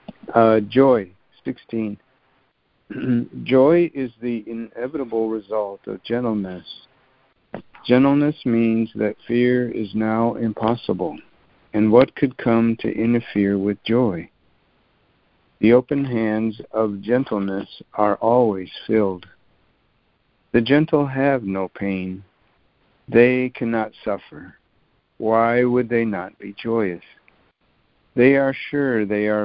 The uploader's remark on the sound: ACIM Daily Conference Call.